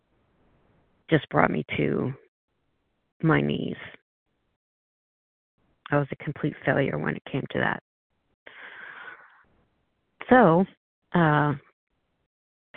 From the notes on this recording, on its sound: 100 Pounders Phone Meeting.